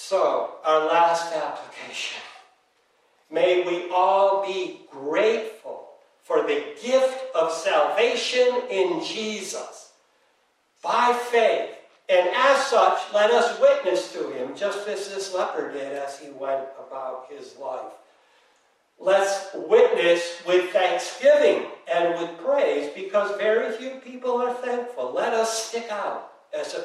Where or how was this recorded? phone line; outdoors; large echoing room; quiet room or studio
large echoing room